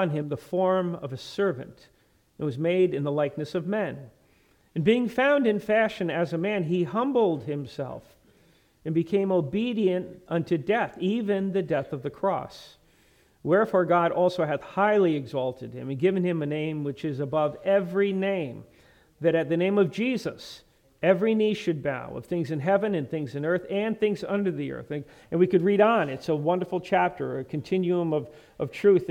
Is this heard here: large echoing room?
yes